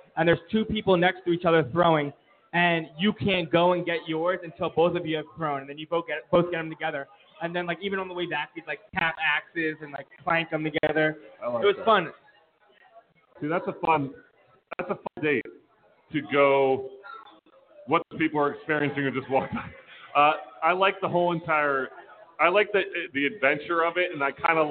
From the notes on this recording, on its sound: Live From Village Idiot Brewing Company. Listen as we sip some beers from Village Idiot and talk some nonsense!